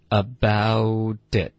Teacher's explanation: have to hear about it. Hear 这个字的发音跟 about 我们会连读。Hear, OK?这个 R 的音会连过去。Hear about it. About 跟 it 我们也得连读。特的音会浊化